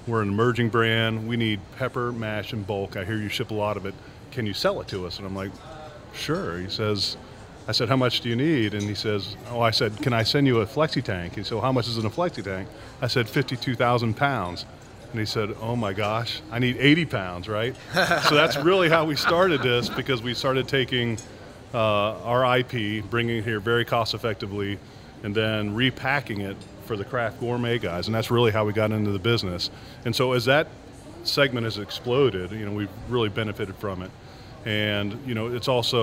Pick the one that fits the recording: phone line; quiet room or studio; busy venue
busy venue